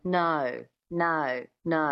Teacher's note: Adding that little schwa at the beginning of the O sound gives it that Australian twang.